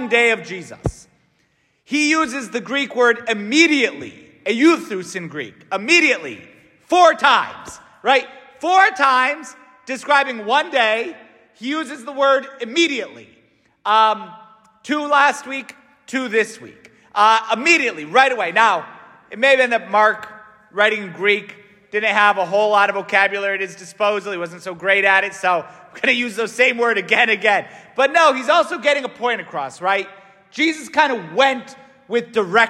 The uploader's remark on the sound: S t Francis Catholic parish homily